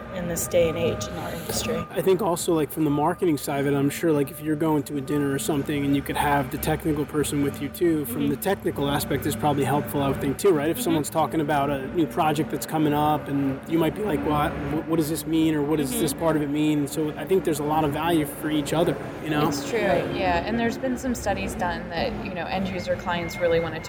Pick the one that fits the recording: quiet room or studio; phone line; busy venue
busy venue